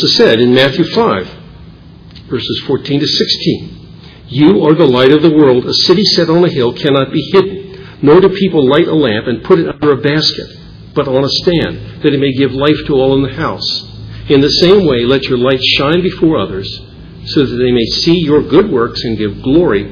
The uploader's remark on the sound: Originally preached at Bethel Reformed Presbyterian in Fredericksburg Va.